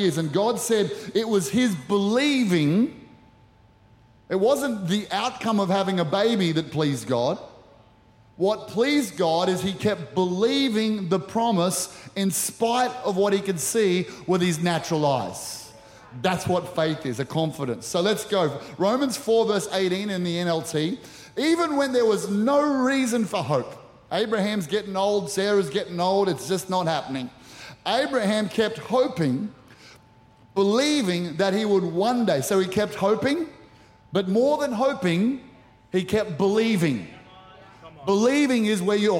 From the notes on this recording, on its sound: Recorded during our 9am service on Sunday.